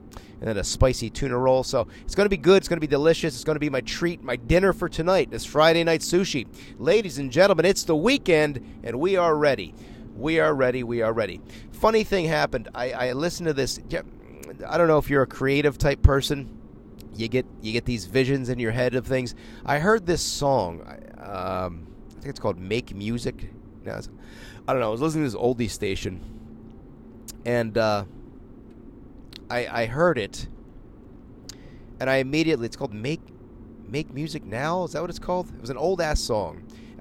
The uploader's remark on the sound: ON THE ROAD LIVE FROM MY JEEP! I’m broadcasting on the road! While driving!!